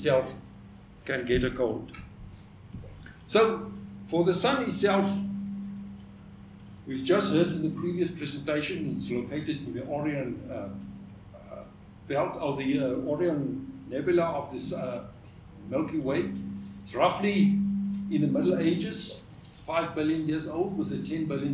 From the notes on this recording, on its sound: the 3rd of the ScopeX 2018 public lectures